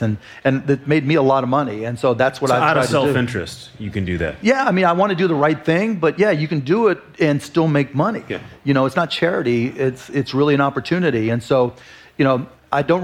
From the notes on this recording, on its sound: live interview recorded at South by Southwest in Austin, Texas.